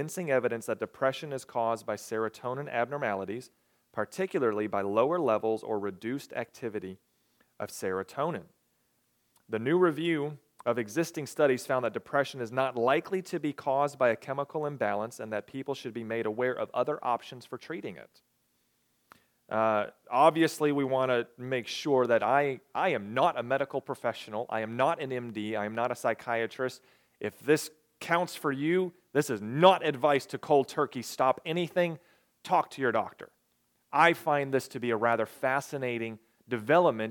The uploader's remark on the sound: recorded on July 23, 2022, at the Ringgold Seventh-day Adventist Church.